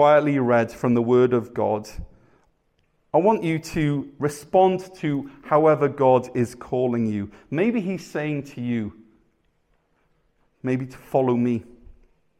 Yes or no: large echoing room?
yes